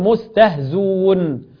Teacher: الهمزة المضمومة بعد كسر اللي هي في مستهزئون وما شابهها فيها الحذف أيضا، ممكن أقول مستهزون.